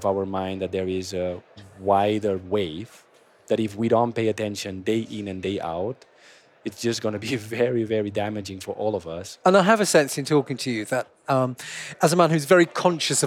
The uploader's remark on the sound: Recorded at World Retail Congress 2022.